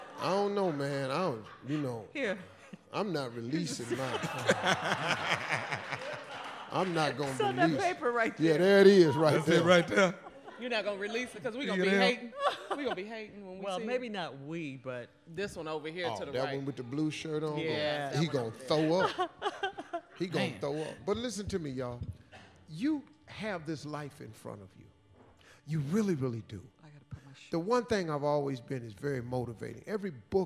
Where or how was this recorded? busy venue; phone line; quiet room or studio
busy venue